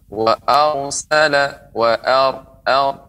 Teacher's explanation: Ya, ra dibaca tebal.